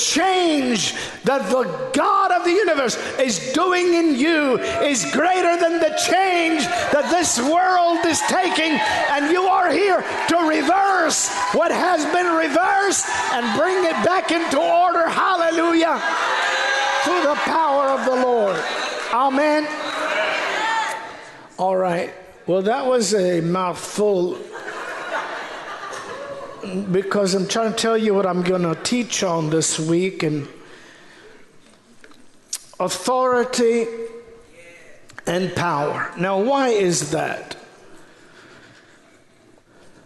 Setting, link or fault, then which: setting, large echoing room